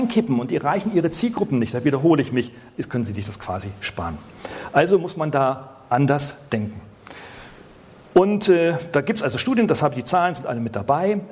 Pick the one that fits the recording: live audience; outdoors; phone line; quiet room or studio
live audience